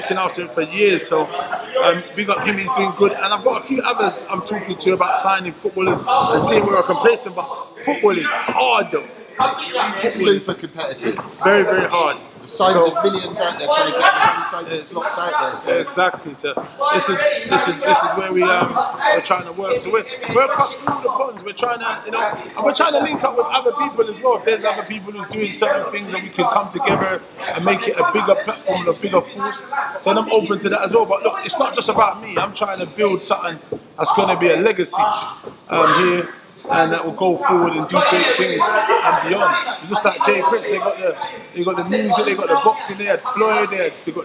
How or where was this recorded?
busy venue